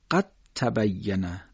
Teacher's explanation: دال ساکن به ت رسیده، ما دال رو قلقله نمیدیم